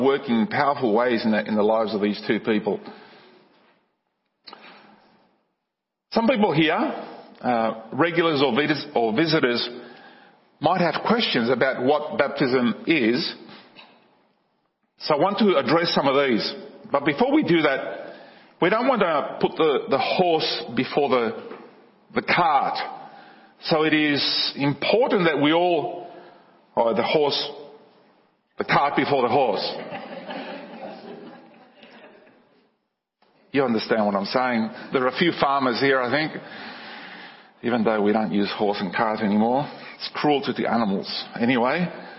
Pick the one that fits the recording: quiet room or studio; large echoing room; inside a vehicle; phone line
large echoing room